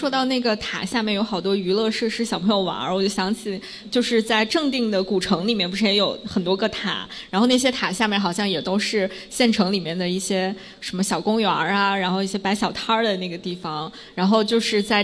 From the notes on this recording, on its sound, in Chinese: 在北京一间非常有设计感、清新明快的「PIN 3口咖啡」顺利起飞！也和现场 30 位可爱的听友一起。